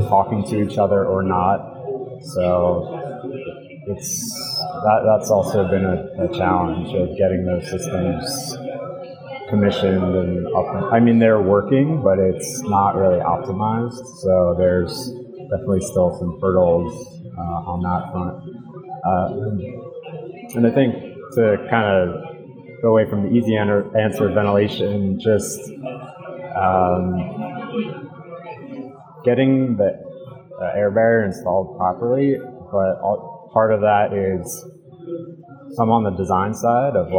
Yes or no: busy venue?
yes